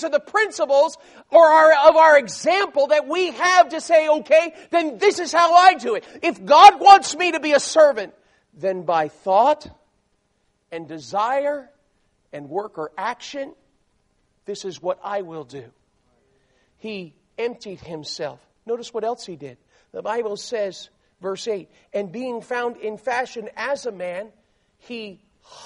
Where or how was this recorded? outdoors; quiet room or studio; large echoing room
large echoing room